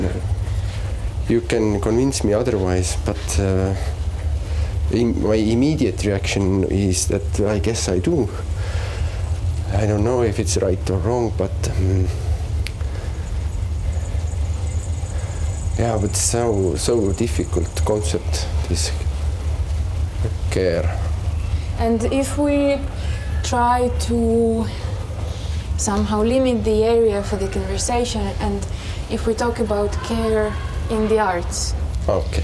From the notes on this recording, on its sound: On their way to the Biennial of audiovisual arts Aavistus talk about care while walking around the ferry Tallinn-Helsinki.